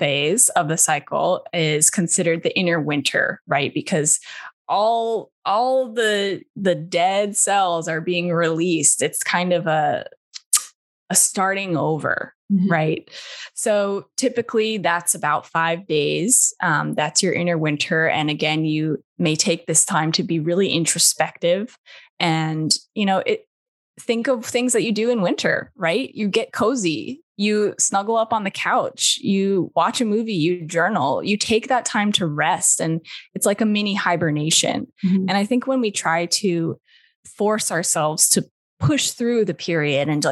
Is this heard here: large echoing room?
no